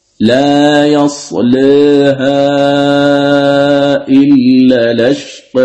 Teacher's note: الوجه الثاني بالتقليل في الألف الممال، هذا يستلزم التقيق في اللام، لا يصلها إلا لشق.